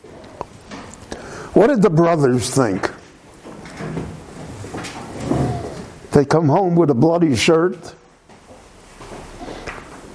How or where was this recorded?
live audience